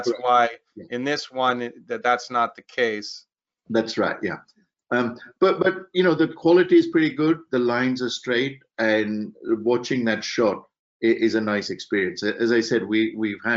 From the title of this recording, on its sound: Webinar Recording